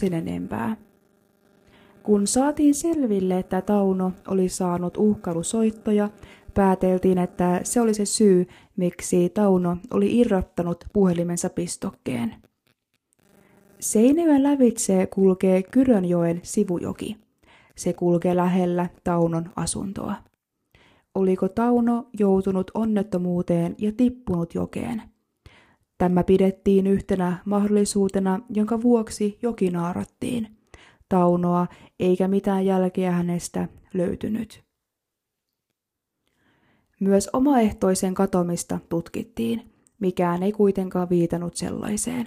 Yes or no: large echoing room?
no